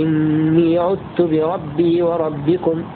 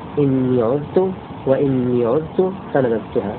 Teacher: الشاهد إني عدت بإضغام الذال في التاء · Shown in: first take